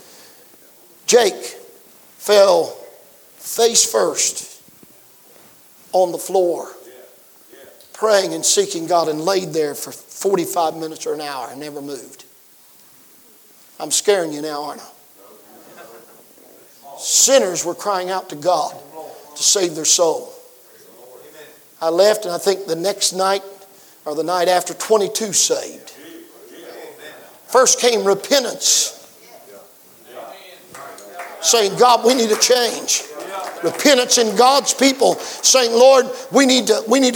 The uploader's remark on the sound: preached at the 2023 Back to the Bible Camp Meeting in Lucasville, OH